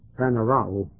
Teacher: puts the emphasis on the O, and makes one O short and the other long, and of course the Greek does do that.